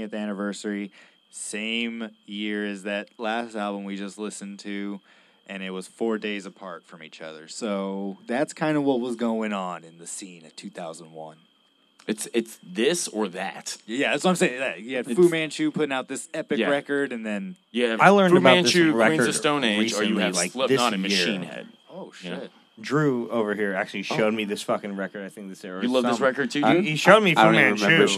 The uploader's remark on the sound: Taking over the stage of Indian Roller in Austin, TX on Mondays we will be joined by guests (when available) to listen to and dissect the new music released. Recorded Live at Indian Roller in Austin, TX.